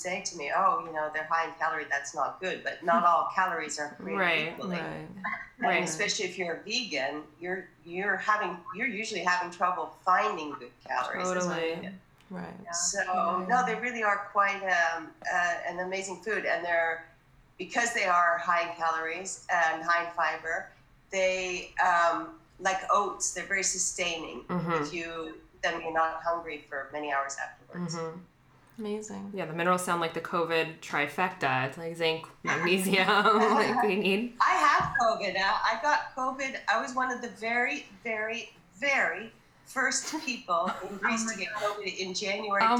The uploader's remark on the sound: We&#8217;ve packed a lot into 38 minutes of Zooming. We’ve packed a lot into 38 minutes of Zooming.